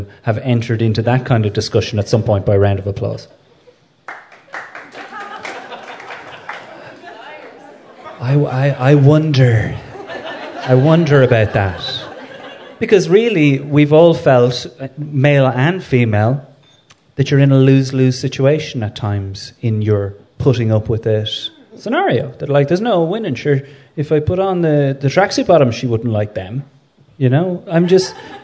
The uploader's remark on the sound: In front of a packed Sugar Club in Dublin